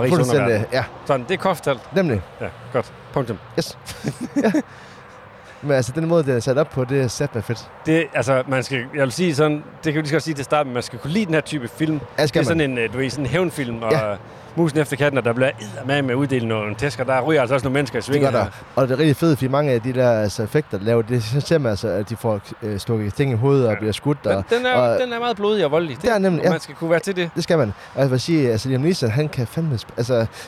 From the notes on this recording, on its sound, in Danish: Denne gang på en larmende rasteplads. Afsnittet er nemlig optaget på vej til Tour de France.